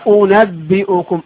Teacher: عاوز أسمع الهمزة الأولى المفتوحة والهمزة الثانية المضمومة